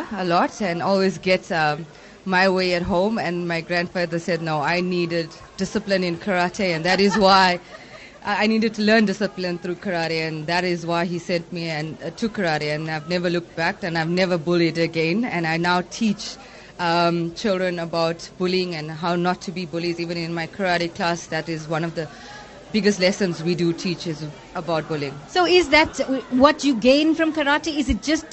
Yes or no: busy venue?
yes